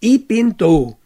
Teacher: Auch das Personalpronomen ich wird gewöhnlich zu i reduziert.